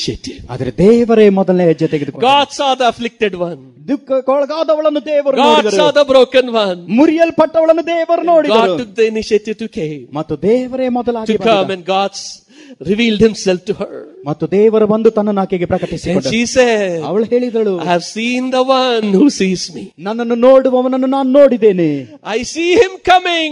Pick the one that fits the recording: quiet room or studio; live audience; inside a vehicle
live audience